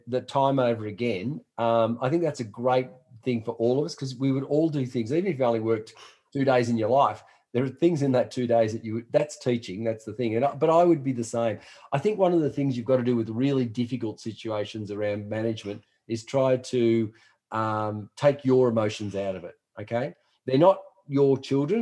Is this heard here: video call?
yes